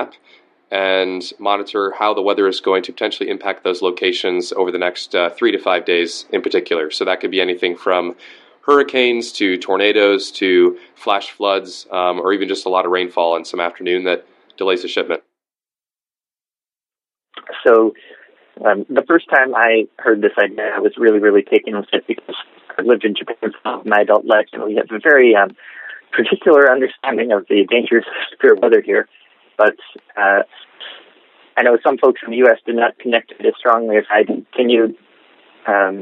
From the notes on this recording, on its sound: I apologize in advance for my audio quality — I was calling internationally from an iPhone.